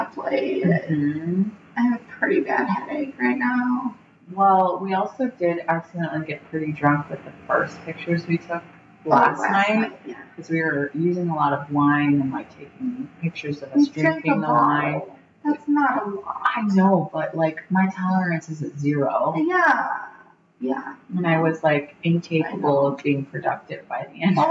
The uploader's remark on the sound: Our apologies for the audio quality…but never the vibe! We’re so used to long distance, we were too busy being excited to be in the same room to notice!